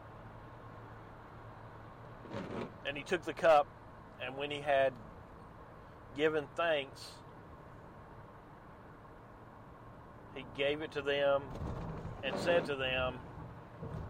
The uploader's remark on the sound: Night. Rain. Driving.